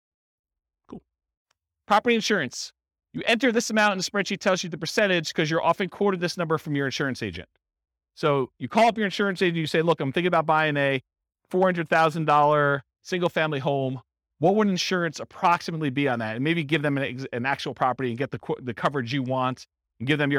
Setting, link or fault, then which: setting, live audience